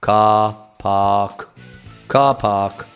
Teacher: non si pronuncia l'R qui in nessuno delle due parole